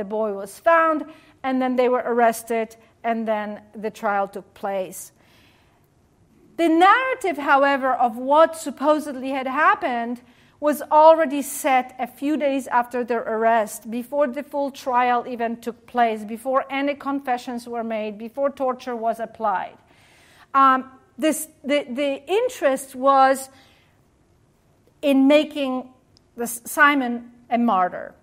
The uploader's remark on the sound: during the Center for Jewish Studies' Annual Pell Lecture on March 15.